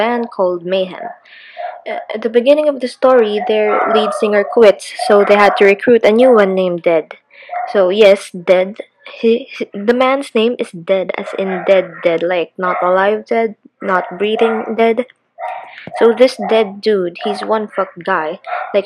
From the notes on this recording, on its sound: I AM SO SORRY FOR BUZZING IN THE BACKGROUND. IT GOES IN AND OUT.